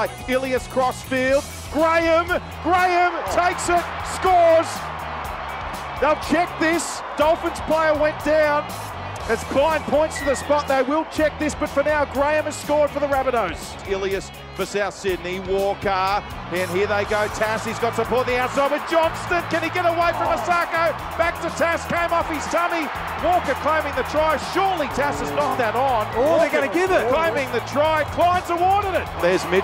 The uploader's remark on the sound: Live from Suncorp Stadium for Round 7 of the NRL. SunCorp Stadium in Brisbane.